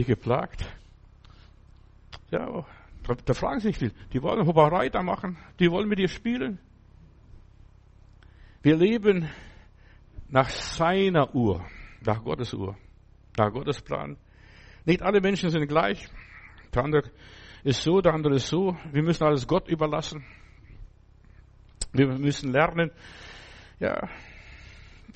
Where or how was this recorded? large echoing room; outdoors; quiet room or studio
large echoing room